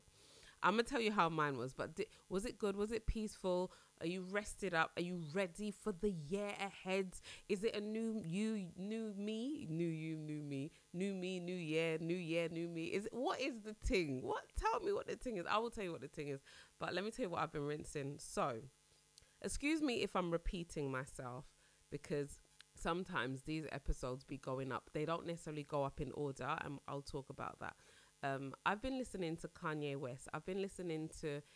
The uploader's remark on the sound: Excuse the buzzing in this episode, I really don't know what was happening.